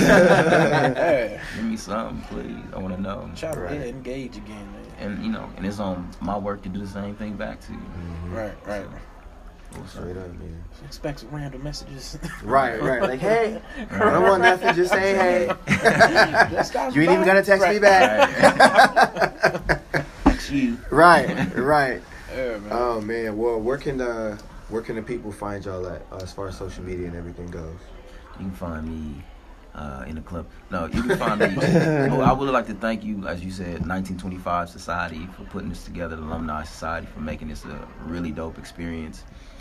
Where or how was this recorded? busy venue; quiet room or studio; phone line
busy venue